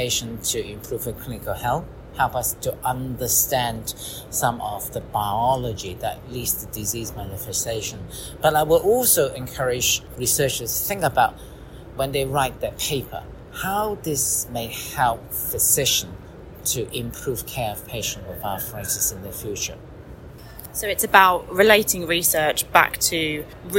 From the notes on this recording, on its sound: recorded at ACR23